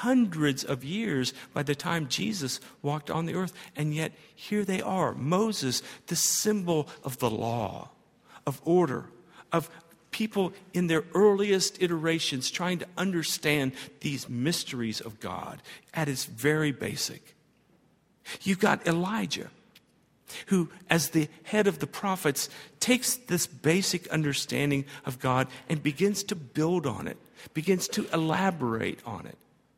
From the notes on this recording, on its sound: at Highland Baptist Church.